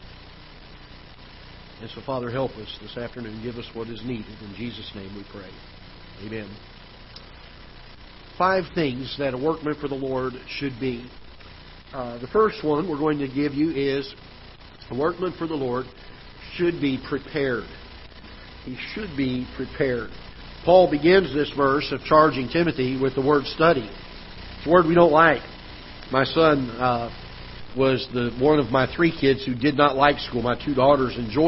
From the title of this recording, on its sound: Ketha Heights Baptist Church ~ Live Broadcast